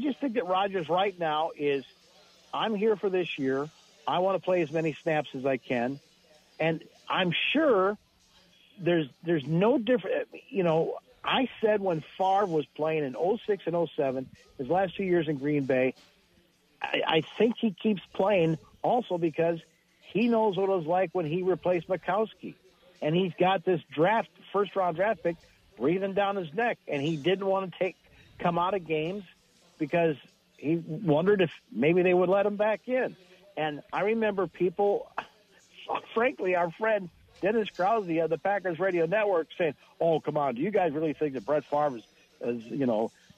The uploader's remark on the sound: Live at Kelly's Bleachers.